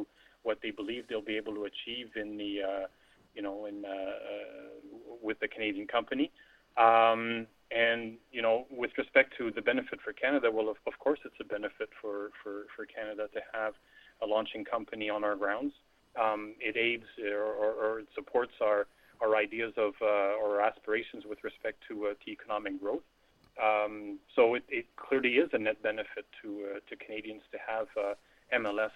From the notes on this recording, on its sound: via telephone